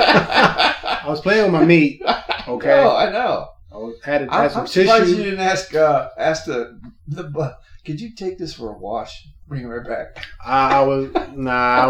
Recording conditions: poor sound quality